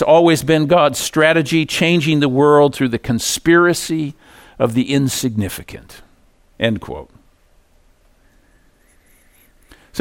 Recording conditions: large echoing room